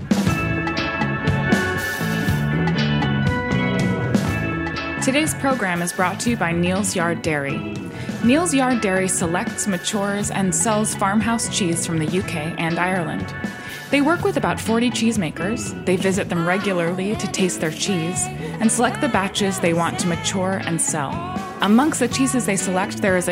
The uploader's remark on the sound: reports live from Bra Cheese.